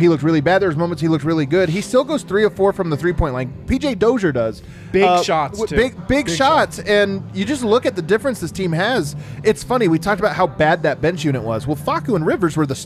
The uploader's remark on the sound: Break down the game live from the Winner's Lounge.